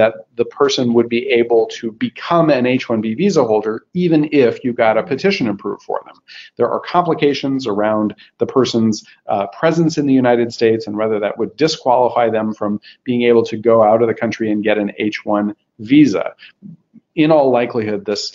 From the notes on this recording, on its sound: This bonus episode consists of an audio recording from a previous live broadcast of a webinar for Klasko clients.